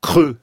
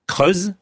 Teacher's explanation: creux, syllabe ouverte, voyelle fermée, creuse, syllabe fermée, voyelle ouverte